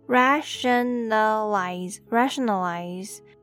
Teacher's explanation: The A in the third syllable pronounces uh, the schwa sound